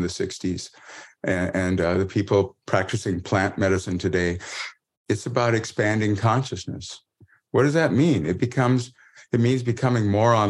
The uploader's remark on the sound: Meditation live special. Taken from one of his private meditation zoom classes.